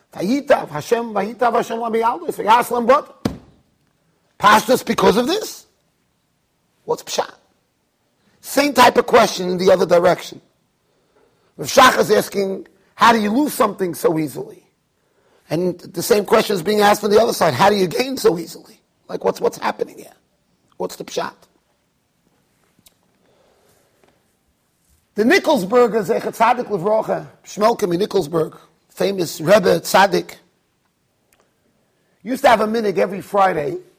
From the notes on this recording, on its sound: Shiur recorded in Yeshivas Ohr Reuven, Monsey NY.